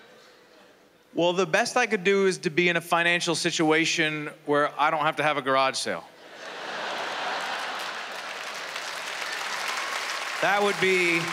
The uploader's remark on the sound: stand up from the Just For Laughs Festival in 2016